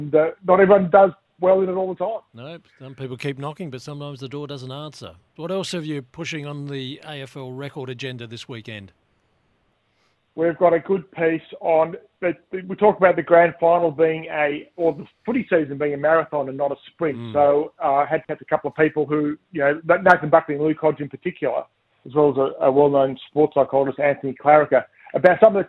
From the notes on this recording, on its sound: jumped on the line